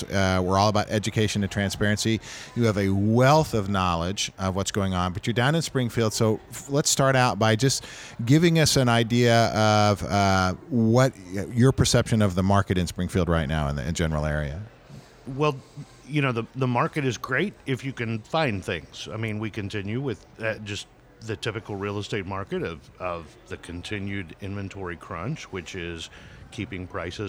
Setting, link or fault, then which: setting, busy venue